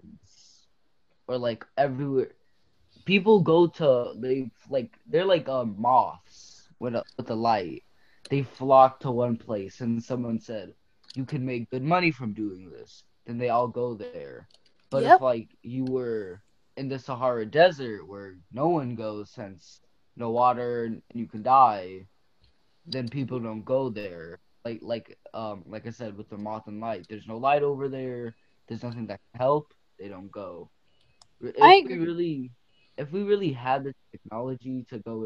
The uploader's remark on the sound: Students from East Stroudsburg Area School District's Intermediate Schools. Students used Zoom to create this podcast. This was part of the 4-week Summer AcadeME program offered by East Stroudsburg Area School District for students in grades 6-8.